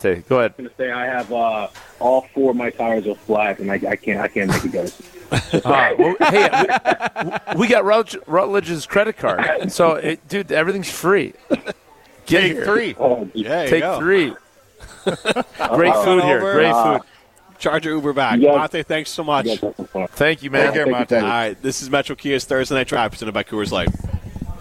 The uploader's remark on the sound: Live from Daly's in Sun Prairie.